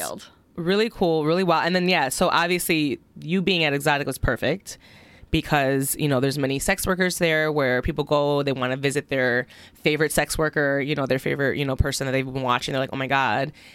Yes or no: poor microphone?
no